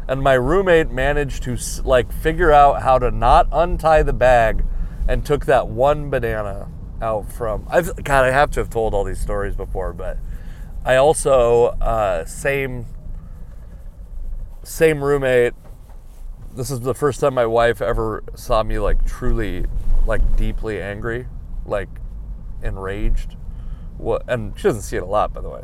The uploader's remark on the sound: I recorded this podcast while driving to a gig that I thought was in Everett.